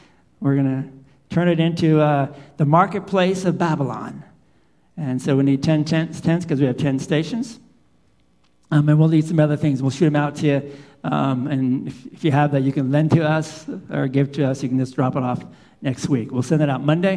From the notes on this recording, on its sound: Live Worship Service